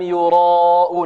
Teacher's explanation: الياء هذه مرققة والراء مفخمة، لماذا فخمنا الراء؟ لأنها مفتوحة